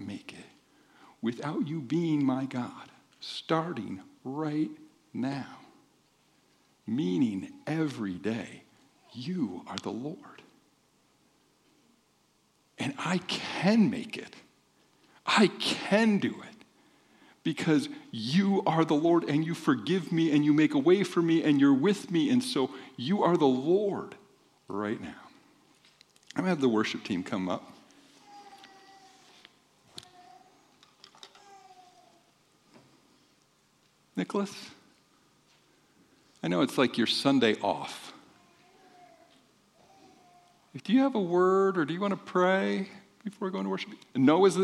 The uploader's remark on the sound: This podcast has the audio from the second service on 2-18-24